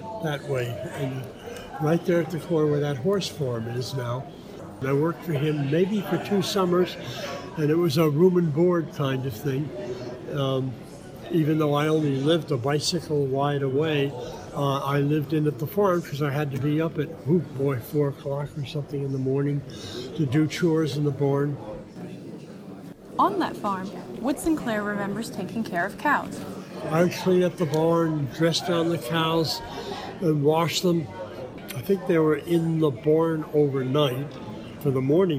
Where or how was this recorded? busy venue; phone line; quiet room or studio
busy venue